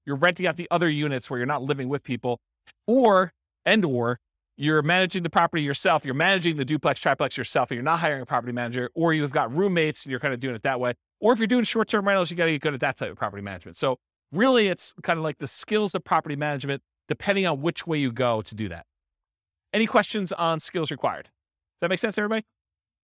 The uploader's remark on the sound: This was a live class recorded